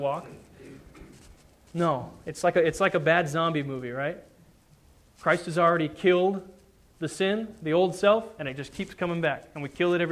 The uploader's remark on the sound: Sermon preached on Sunday, February 28, 2010 at the Church of the Good Shepherd in Glendora